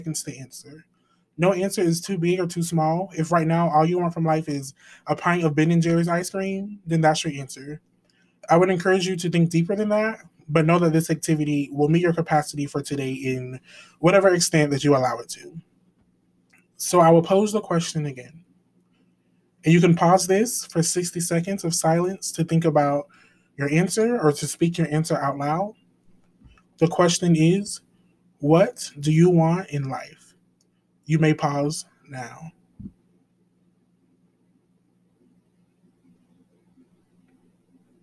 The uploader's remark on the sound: We are taking time to just sit in the car